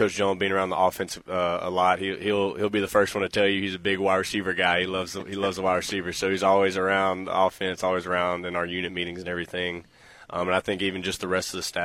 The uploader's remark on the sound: Live from A-State Football Media Days.